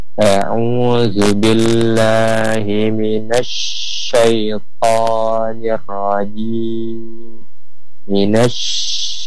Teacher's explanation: harus dulu kita keluarkan hamsnya, ya, desisnya, dia mengalir dan nampak tafasinya menyebar · Term: sifat tafasi